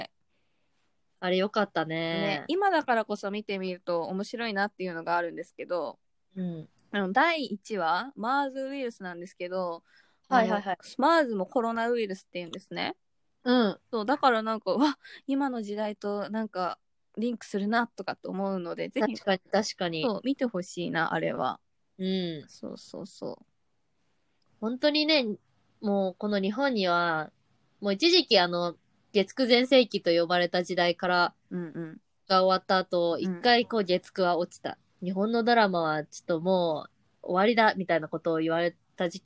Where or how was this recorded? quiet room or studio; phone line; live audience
quiet room or studio